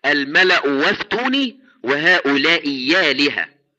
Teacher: ففي مثل الملأ أفتوني تبدل واو لأن الأولى مضمومة، وفي مثل هؤلاء آلهة تبدل ياء، هكذا الملأ وافتوني وهؤلاء يالهة، مع بقاء البدل على أصله كما تعلمون.